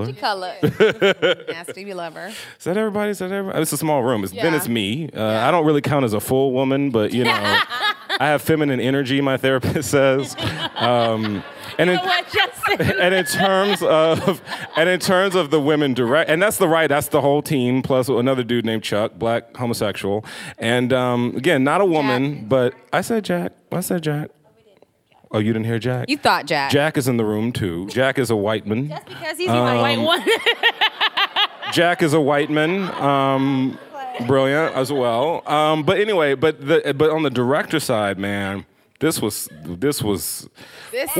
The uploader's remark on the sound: The conversation was recorded on July 29, 2019 in front of a live audience at New York's 92nd Street Y.